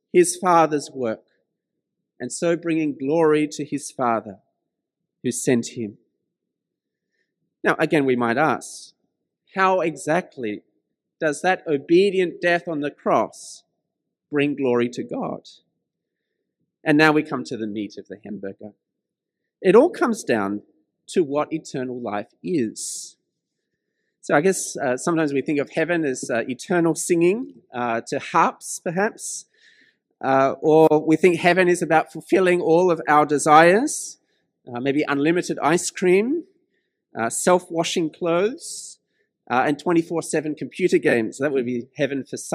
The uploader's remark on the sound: This sermon was preached at St George's Church, Penang on 16th May 2021.